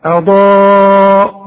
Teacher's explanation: الهمزة مرققة انما الضاد مفخمة